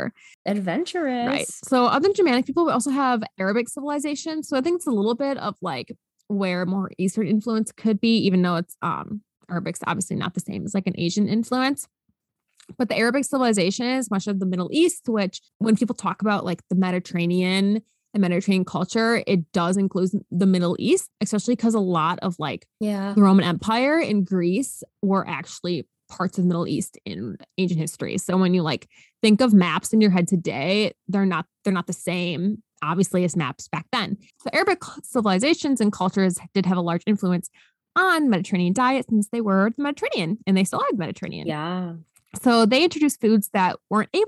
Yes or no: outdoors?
no